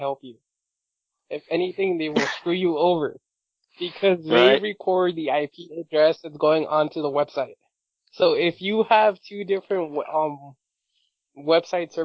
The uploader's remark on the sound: As the Nameless Geeks battle SOUND ITSELF. Sand Diego Comic Con.